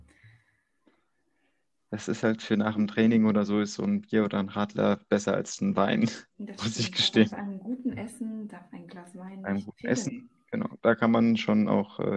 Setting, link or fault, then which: link, video call